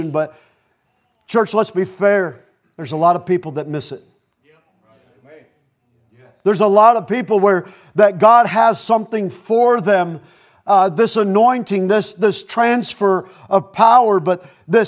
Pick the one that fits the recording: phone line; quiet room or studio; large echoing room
large echoing room